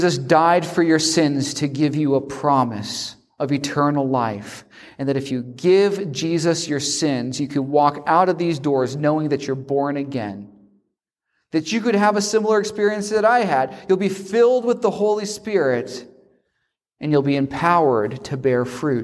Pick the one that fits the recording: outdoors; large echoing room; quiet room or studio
large echoing room